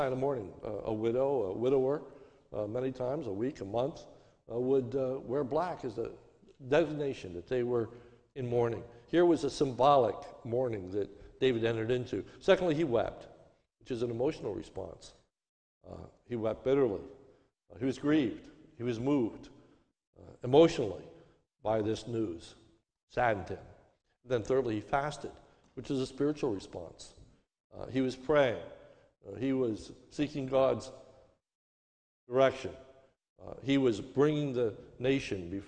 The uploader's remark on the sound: This is a sermon recorded at the Lebanon Bible Fellowship Church on 5/30/21 during the morning service